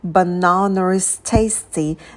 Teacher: Тоже звук r будет связывать банан с глаголом to be